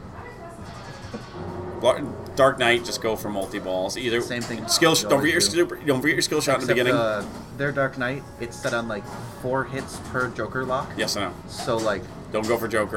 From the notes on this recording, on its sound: Live from the Silverball Saloon. Pinburgh 2019.